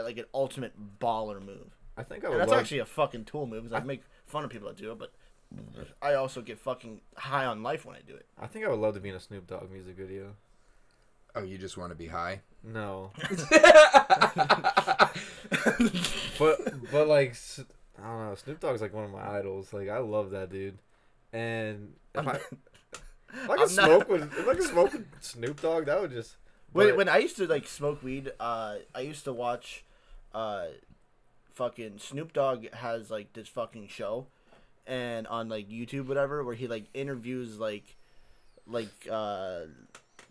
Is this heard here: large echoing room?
no